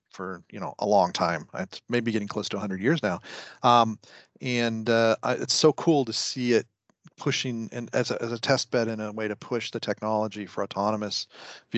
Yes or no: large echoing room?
no